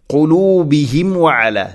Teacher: ശേഷം വ വന്നാൽ മീമിനെ വെളിവാക്കി ഉച്ചരിക്കണം, ഇദ്ഹാർ ചെയ്യണം